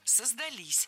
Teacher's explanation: Возвратная часть «с» притягивает к себе ударение. И чаще всего ударение ставим на окончание – «создались».